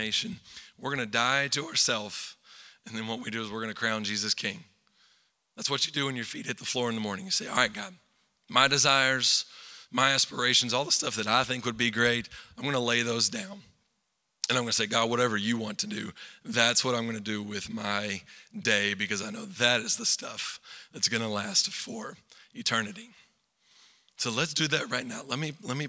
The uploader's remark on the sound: Recorded live at Long Hollow Church on February 7, 2023.